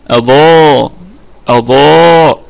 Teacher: طيب أضاء أضاء أضاء، الهمزة أصلية طبعا تثبت في البدء والوصل، والضاد في أعلى درجات التفخيم لأنها مفتوحة وبعدها ألف